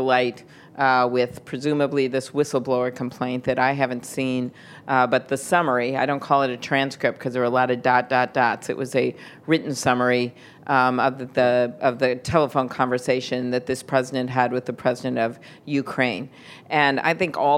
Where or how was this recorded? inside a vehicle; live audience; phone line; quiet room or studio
live audience